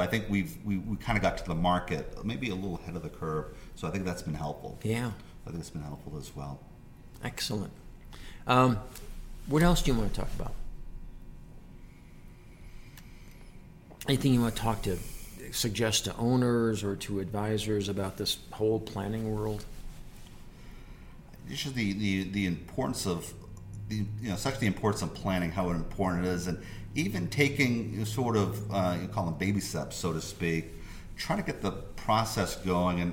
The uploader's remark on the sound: during BEI's 2019 National Conference